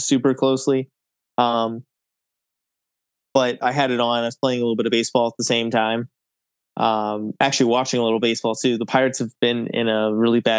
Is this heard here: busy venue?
no